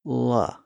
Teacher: When we make the L sound, the tip of the tongue actually touches the ridge behind the upper teeth.